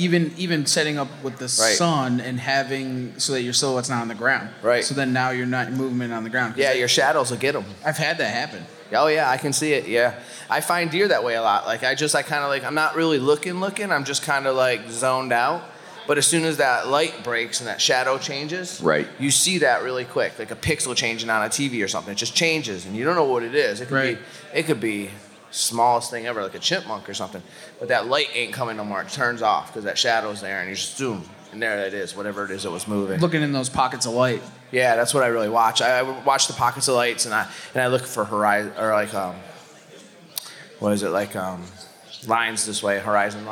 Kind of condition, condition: setting, busy venue